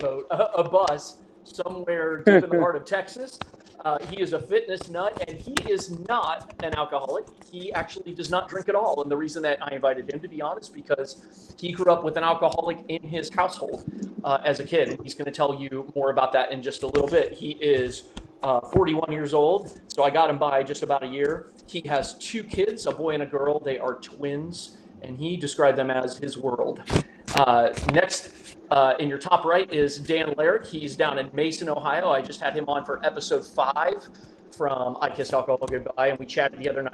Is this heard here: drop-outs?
yes